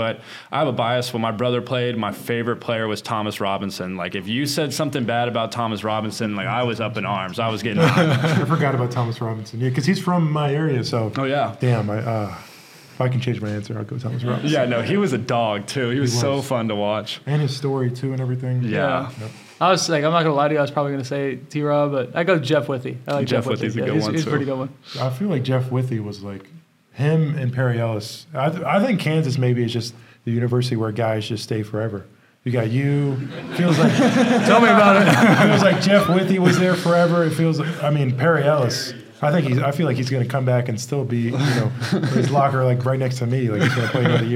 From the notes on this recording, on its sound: The first-ever live episode of Rock Chalk Unplugged. The first-ever live episode of Rock Chalk Unplugged. A handful of Kansas fans got to participate in a live Q&A.